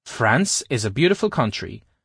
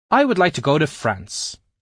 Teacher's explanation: we tend to say the word France with its intonation rising upward, but in the second sentence, our intonation tends to go down on the word France.